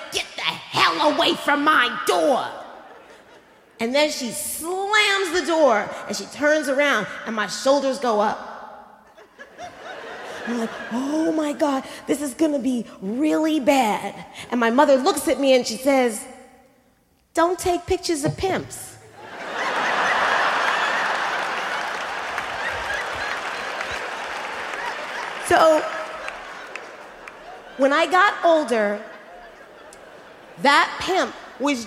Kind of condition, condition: setting, live audience